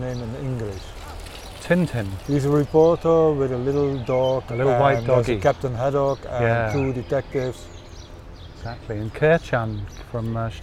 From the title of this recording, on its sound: Radio On Science – outside broadcast